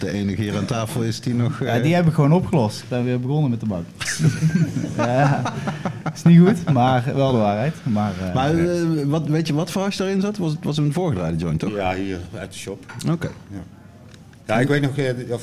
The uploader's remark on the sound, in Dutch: Aflevering met publiek vanuit coffeeshop High Times in Eindhoven.